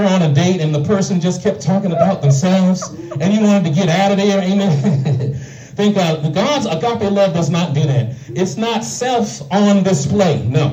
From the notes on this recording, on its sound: shared this message live at the Island Nursing and Rehab’ Center in Farmingville, NY on 1/14/24